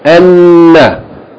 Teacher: So hold the noon, but make the vowel short.